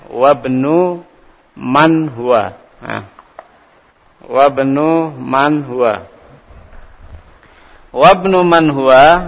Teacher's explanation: Perhatikan kalimat ibnu itu ketika ketemu dengan huruf sebelumnya, maka dia langsung dibaca di sukunnya, langsung ketemu dengan baknya.